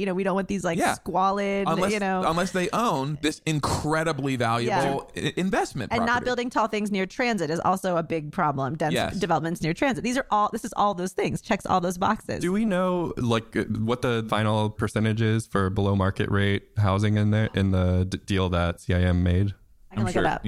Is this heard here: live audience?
no